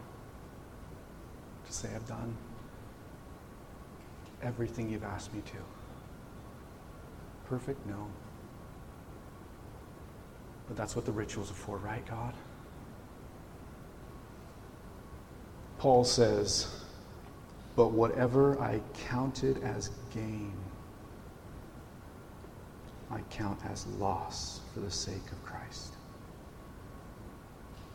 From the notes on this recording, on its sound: This message was recorded on September 17, 2023, at Union Ridge School in Ridgefield, Wa.